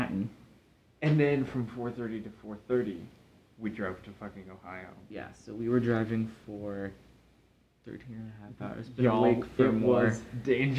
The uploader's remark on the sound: here’s a bad recording from a hotel